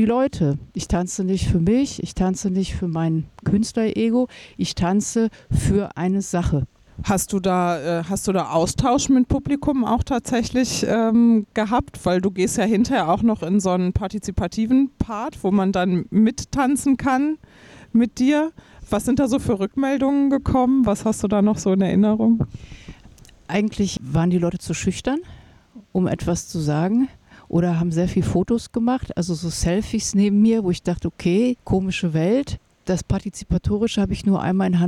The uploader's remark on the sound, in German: Diese Folge habe ich auf dem Sommerfestival der IG Tanz Essen aufgenommen. Dort wurden Performances, Filmscreenings und Ausstellungen von Angehörigen der freien Performance Szene im Ruhrgebiet gezeigt.